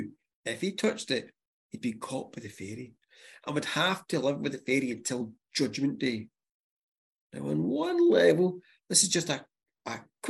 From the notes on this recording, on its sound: this episode was recorded via zoom